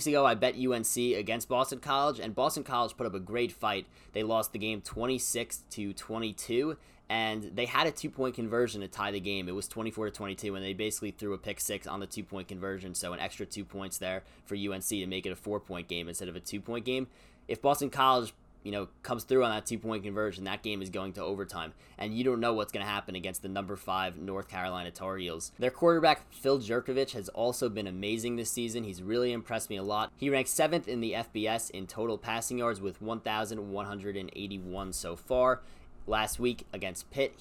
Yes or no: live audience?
no